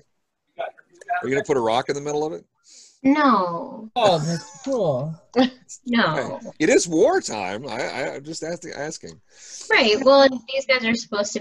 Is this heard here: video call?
yes